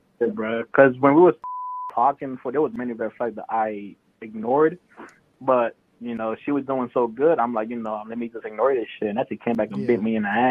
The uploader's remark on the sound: First remote episode. They also take a live phone call.